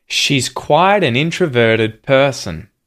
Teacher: Quiden, and that's linking to an. And then the N in an is linking to introverted.